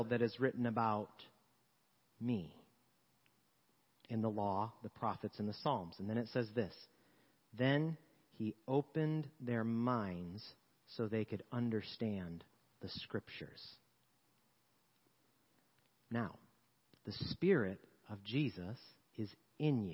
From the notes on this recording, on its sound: Sermons preached at Church of the Good Shepherd, Maitland, Florida. 10AM Service.